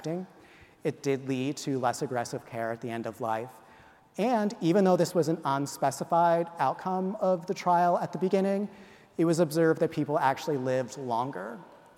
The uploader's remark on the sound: speak to an audience of reunioning alumni